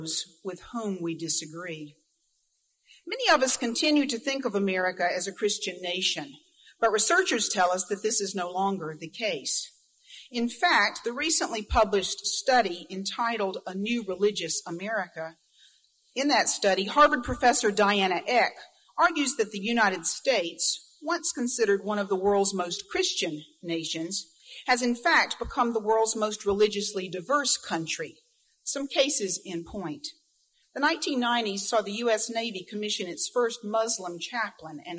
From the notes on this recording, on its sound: Recording of Grove City College's Chapel service. This audio interview was conducted by Grove City College Archivist.